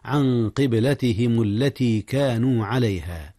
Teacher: أخفي النون قبل القاف، والقاف من حروف الإخفاء. قبلتهم، قلقلة الباء في قبلة حيث جاءت ساكنة